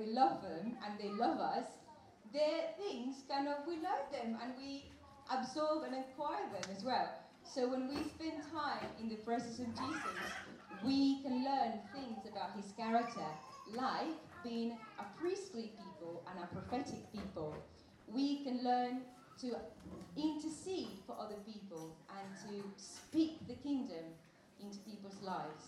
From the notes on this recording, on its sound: At our all-age 3t meeting. With the help of the children. With apologies for the poor quality of the recording.